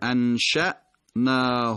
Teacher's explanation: اون همزه‌ای که اون وسط کلمه قرار گرفته حرف در واقع ساکن هست، روش علامت سکون هست، انشأ تیز گفته میشه، انشأناهن. · Term: همزه ساکن